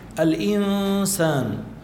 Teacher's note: نون ساكنة وبعد سين، في عنا إخفاء، في هون غنة